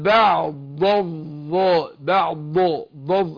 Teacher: لو انا ما بينتش واظهرت الضاد هتضيع مع الظاء، حرفين ايه زي حاجتين اتنين شداد داخلين قصاد بعض، فلو انا ما بينتش الاولاني هيضيع في التاني.